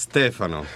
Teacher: in Italy it's Stefano because the accent is on the first syllable